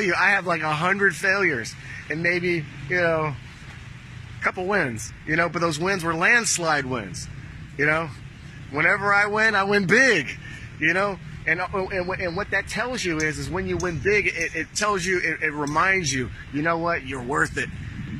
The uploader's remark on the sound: Live from Pattaya Beach, Thailand